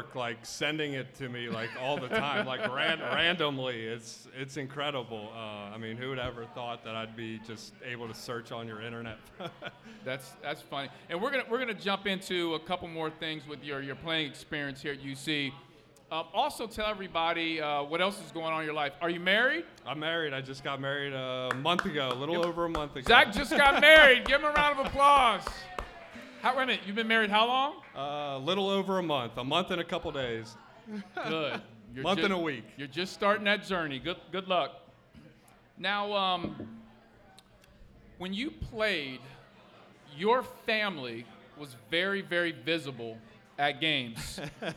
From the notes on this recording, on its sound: Live at Mio's!